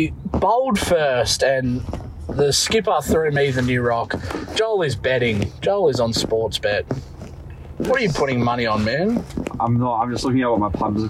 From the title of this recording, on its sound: Stumps LIVE From KFC Carpark